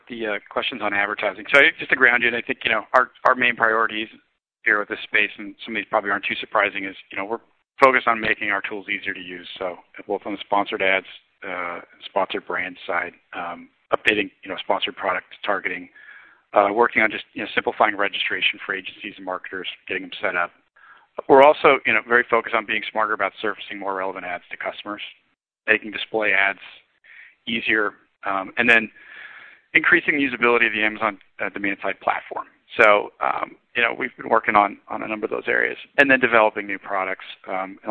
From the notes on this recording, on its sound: Earnings Conference Call